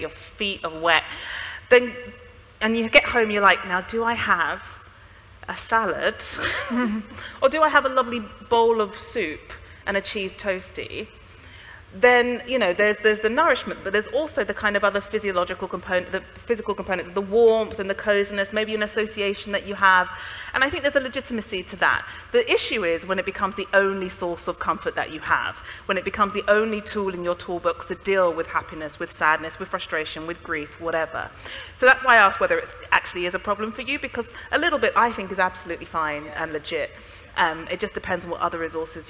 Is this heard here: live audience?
yes